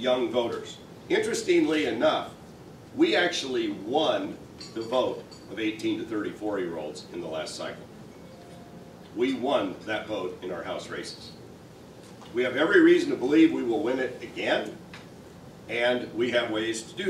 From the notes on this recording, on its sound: WASHINGTON, DC. The Ripon Society hosted a breakfast discussion.